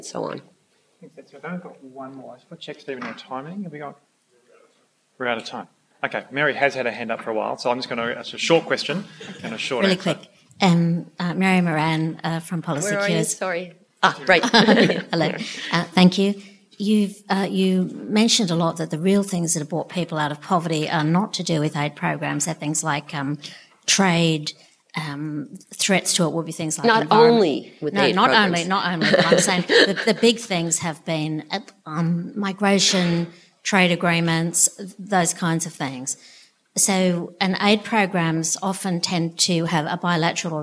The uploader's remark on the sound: Keynote address at the 2018 Australasian Aid Conference. 2018 Australasian Aid Conference - Keynote address. The Conference was held at Crawford School of Public Policy, ANU. Was organised by the Development Policy Centre in partnership with The Asia Foundation.